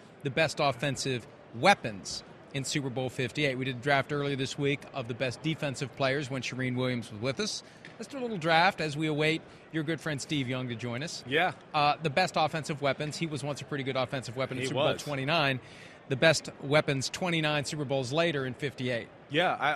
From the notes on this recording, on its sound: live from Mandalay Bay